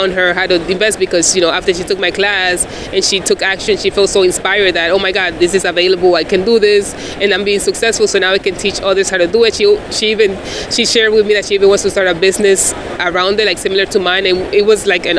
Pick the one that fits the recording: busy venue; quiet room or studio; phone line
busy venue